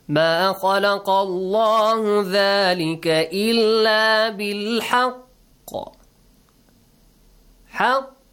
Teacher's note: This word, haq, we have qaf. But since it has a shadda, the qalqala, the echoing sound, becomes stronger, the strongest qalqala.